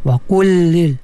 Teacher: lam tu disatukan, ya. Dibunyi satu saja, iaitu pada lam yang kedua tu. · Term: idgham mutamatsilain